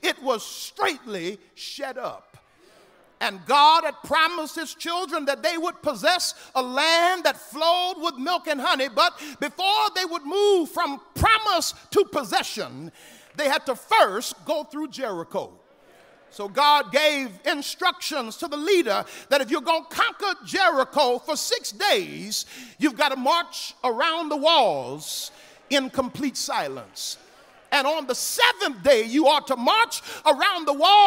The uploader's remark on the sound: Lilly Grove Missionary Baptist Church, Houston, TX.